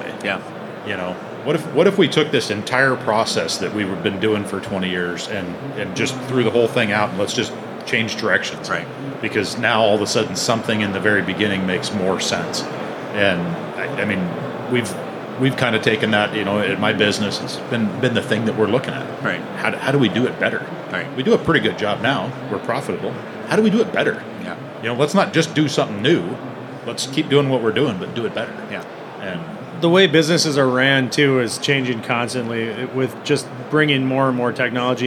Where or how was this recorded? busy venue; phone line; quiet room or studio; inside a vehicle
busy venue